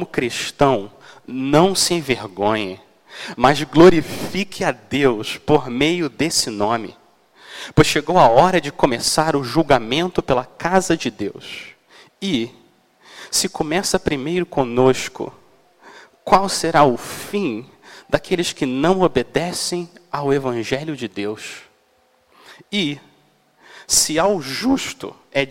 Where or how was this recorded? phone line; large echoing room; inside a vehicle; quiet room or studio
large echoing room